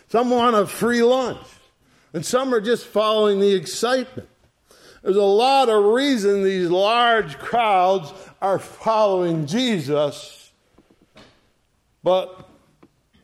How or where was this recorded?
large echoing room